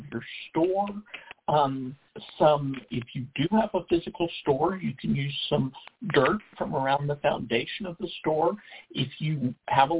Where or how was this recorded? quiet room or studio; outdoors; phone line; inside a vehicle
phone line